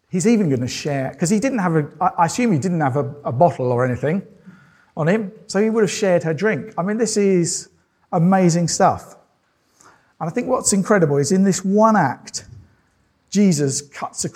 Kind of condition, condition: setting, large echoing room